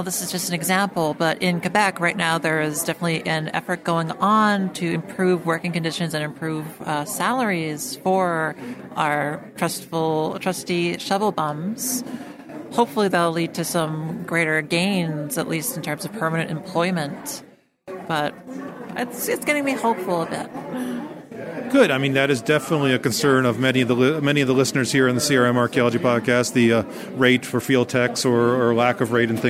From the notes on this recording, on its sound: Interviews from the 2019 Mid-Atlantic Archaeology Conference. Went to the 2019 MAAC and he brought his microphone! Listen to some great interviews from a diverse crowd.